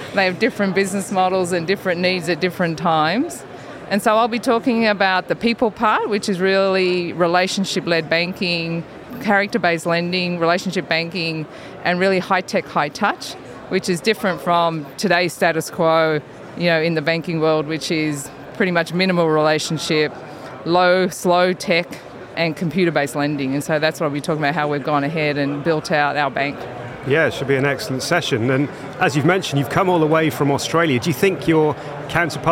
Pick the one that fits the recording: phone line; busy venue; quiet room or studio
busy venue